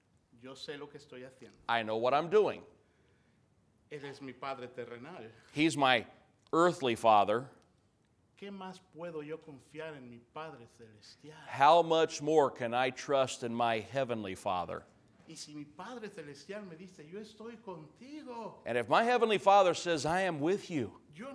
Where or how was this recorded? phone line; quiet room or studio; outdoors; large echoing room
large echoing room